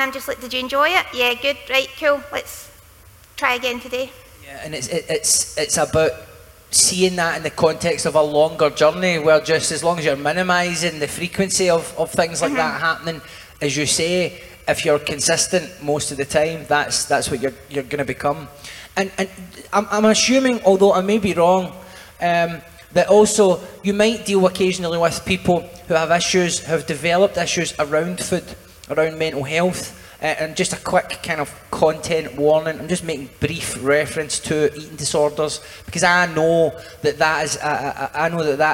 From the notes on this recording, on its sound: We revisit the sixth show of Common People Live at the Edinburgh Fringe.